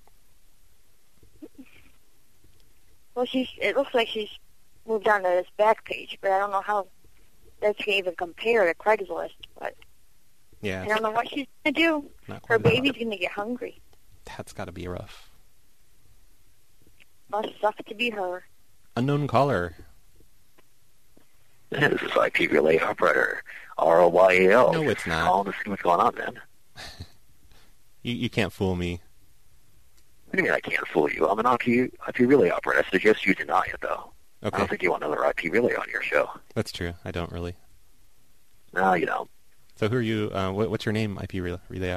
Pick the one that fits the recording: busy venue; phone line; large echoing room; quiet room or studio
phone line